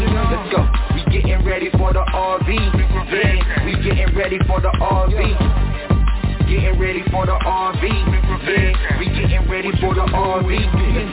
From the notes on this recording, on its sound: Conference Call